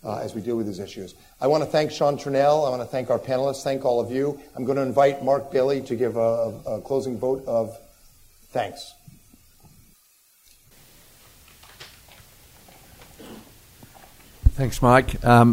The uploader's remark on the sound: The United States Studies Centre and the National Endowment for Democracy (NED) hosted a special event. The event featured a keynote address followed by a panel discussion.